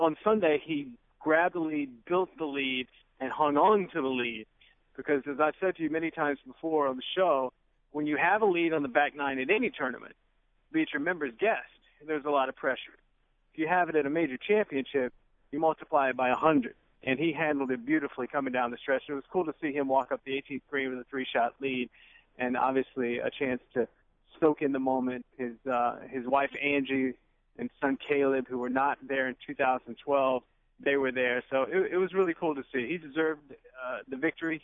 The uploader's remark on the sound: Are in the studio. Calls in from Hilton Head.